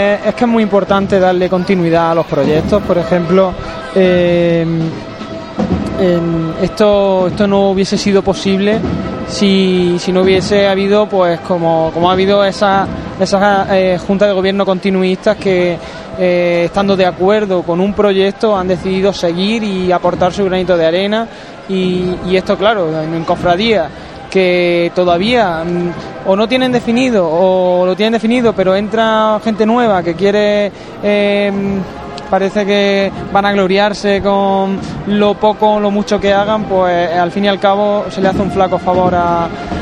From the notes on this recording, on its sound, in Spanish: Pasamos a sones en directo desde la posición del palio. Sonidos del paso de palio avanzando por Carrera. Conectamos en directo para escuchar como el Cristo de las Misericordias avanza por calle Maestra.